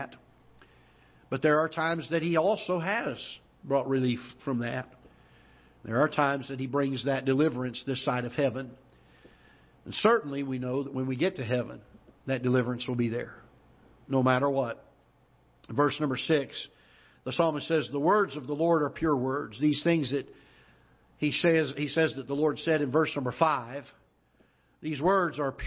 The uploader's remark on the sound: Ketha Heights Baptist Church ~ Live Broadcast